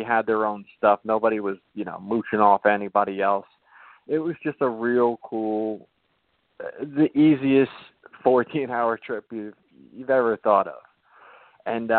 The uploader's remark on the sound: Calls in to share love.